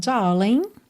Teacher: G mudo no final desse darling